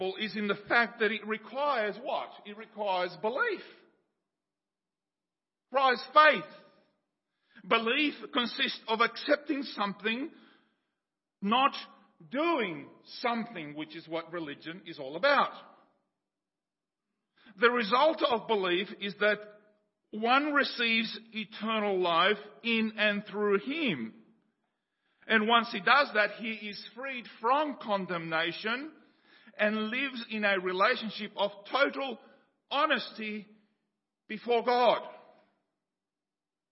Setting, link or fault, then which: setting, large echoing room